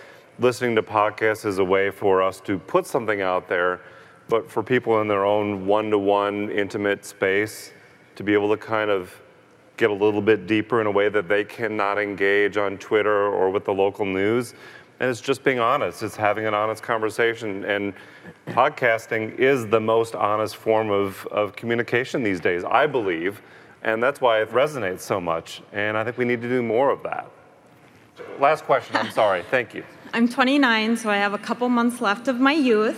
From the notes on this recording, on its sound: Live from CrimeCon 2018